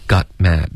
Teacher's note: 这个 got 结尾别用喉音停顿 OK 要用舌尖的停顿